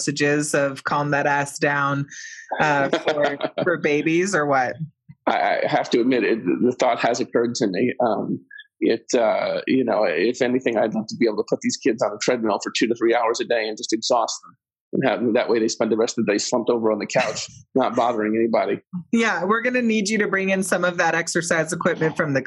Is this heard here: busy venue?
no